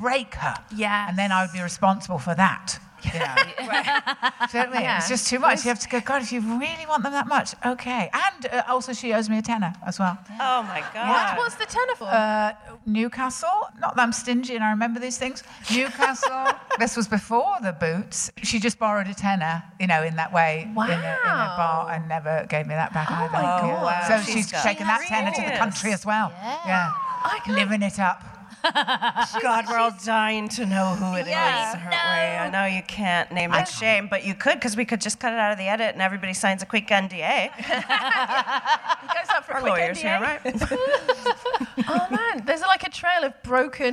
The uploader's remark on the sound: DWSC LIVE. As this was recorded in the latter part of the DWSC sold-out Edinburgh run. Finally we hear from a member of the audience who presents a family mystery for the gang to solve...